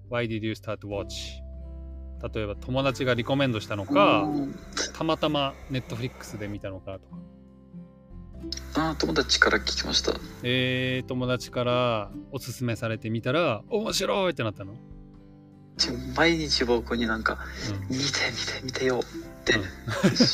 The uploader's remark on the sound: This session is on Discord. Please understand that the audio is a little bad.